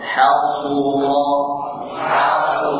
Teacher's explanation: yang perlu diingatkan huruf sad pada kata hasu, tebalkan sad